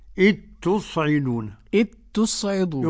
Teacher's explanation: يصير النطق بحرف واحد مشدد وهو التاء · Term: إدغام الذال في التاء